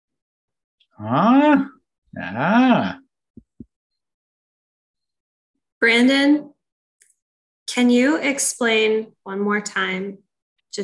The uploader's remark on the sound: This is a recording from our weekly Facebook Live stream